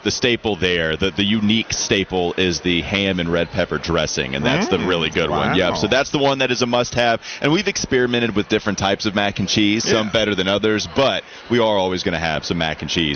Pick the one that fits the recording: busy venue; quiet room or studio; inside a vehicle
busy venue